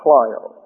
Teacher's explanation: This is a diphthong pronounced like a long I.